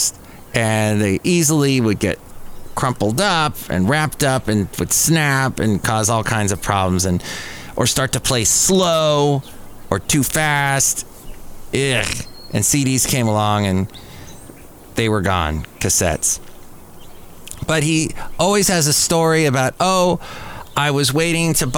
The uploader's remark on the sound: podcasts live from Café Anyway